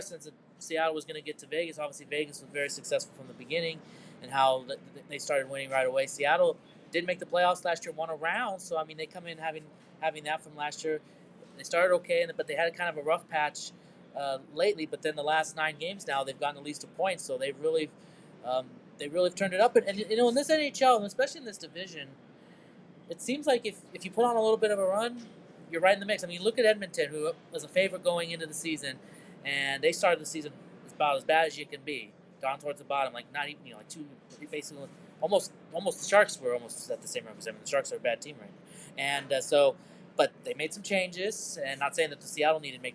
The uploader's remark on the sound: LIVE from the Winter Classic in Seattle, WA! LIVE from the Winter Classic at T-Mobile Park in Seattle, WA!